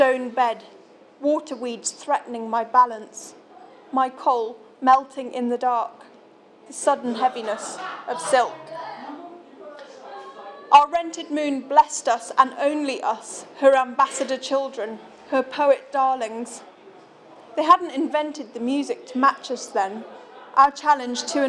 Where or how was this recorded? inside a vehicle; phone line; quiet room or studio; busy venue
busy venue